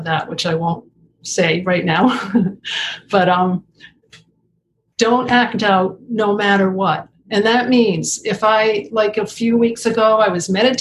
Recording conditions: video call